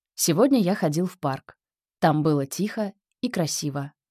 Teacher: Ровный, спокойный тон. Плавное течение речи с умеренными подъемами, интонационные вершины, и понижениями, интонационные спадения. · Term: Повествовательная интонация